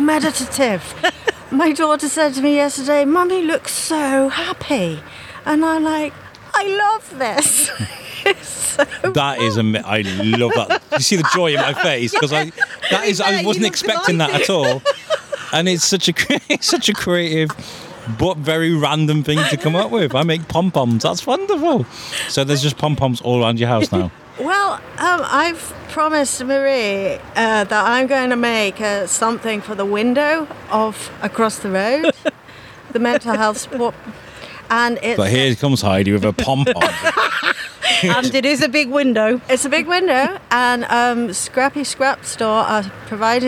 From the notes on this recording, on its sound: set up a mobile studio outside Shrewsbury Abbey for a few hours